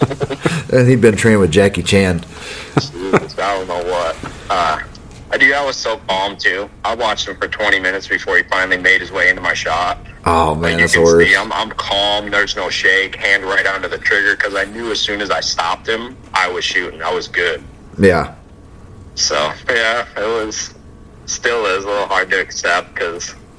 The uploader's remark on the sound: hops on the phone and shoots the shit with me